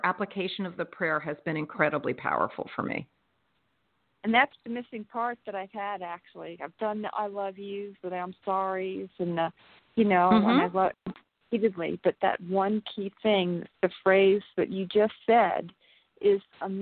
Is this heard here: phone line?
yes